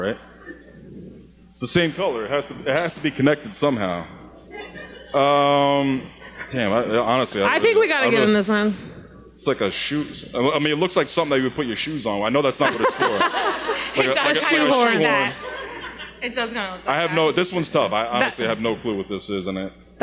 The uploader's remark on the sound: LIVE SHOW IN NYC. We’re still not over our first live podcast show in NYC!! Live Ask Away segment with the audience.